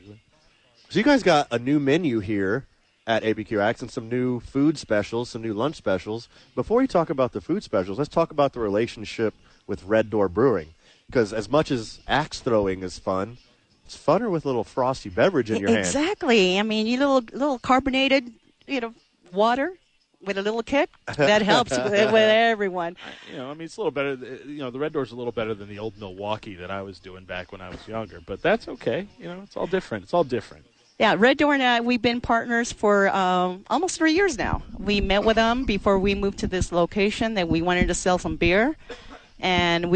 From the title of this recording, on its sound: Live from ABQax!